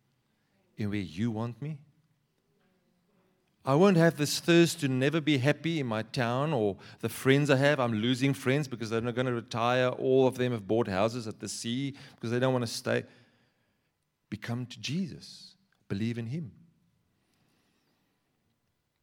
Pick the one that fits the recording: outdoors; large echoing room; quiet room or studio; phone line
large echoing room